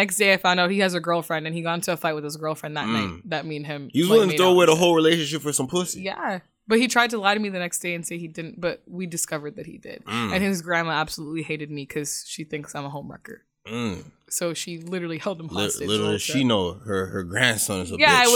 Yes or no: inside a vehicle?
no